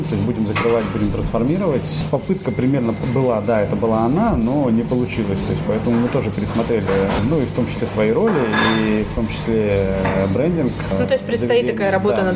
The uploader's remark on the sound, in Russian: Выпуск записан в ресторане "Napoli Gastro" в формате мукбанг!